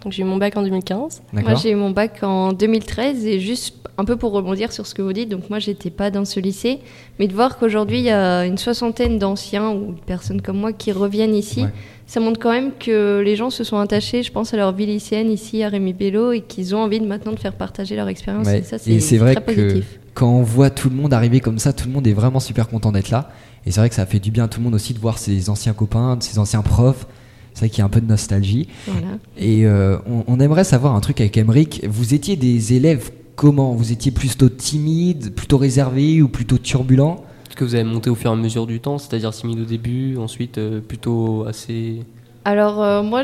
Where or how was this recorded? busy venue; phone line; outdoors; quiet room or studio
busy venue